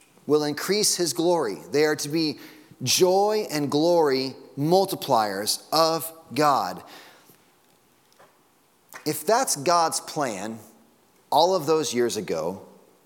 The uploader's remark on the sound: Sunday Morning Sermon Audio.